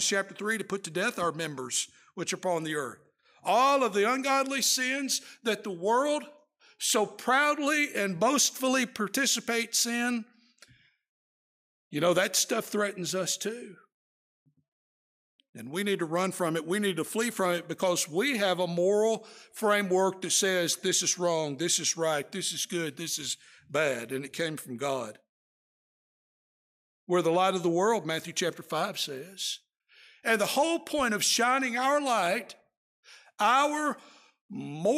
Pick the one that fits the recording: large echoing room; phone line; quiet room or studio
large echoing room